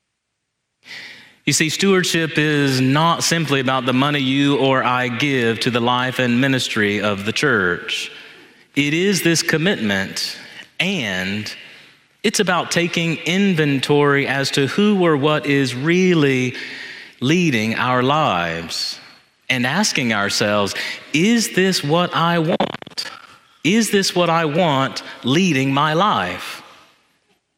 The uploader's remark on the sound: This homily was preached in Church of the Ascension on Sunday, November 5, 2023